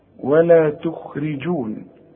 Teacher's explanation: عندي الخاء مفخمة لكن في ثالث درجة من درجات التفخيم